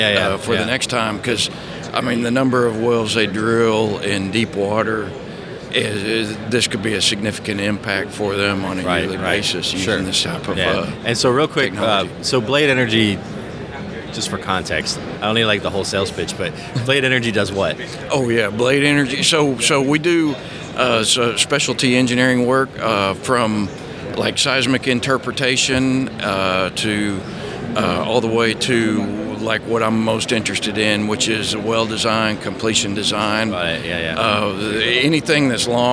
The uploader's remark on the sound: In the DeltaTek booth at the SPE ACTE 2022 conference. On location at ATCE with the DeltaTek team. In the DeltaTek booth at the SPE ACTE 2022 conference.